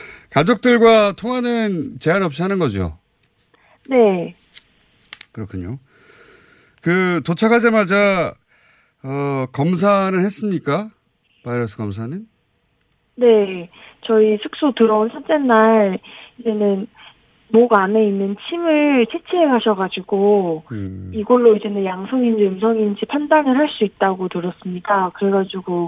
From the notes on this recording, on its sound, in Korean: 전화연결